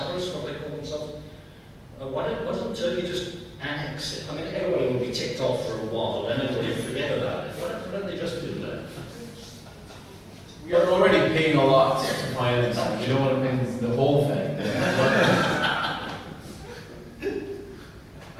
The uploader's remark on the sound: This panel discussion is from the 2011 meeting of the Property and Freedom Society. Discussion, Q&A (PFS 2011).